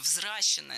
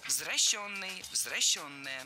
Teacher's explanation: Исправляем ошибку. Заменяем «е» на «ё» во втором слоге и переносим ударение на нее. · Shown in: second take